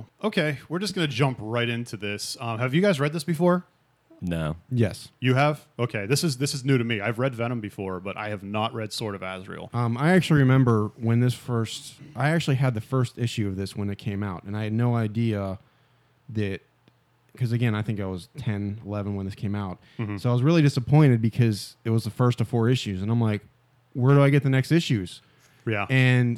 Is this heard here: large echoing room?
no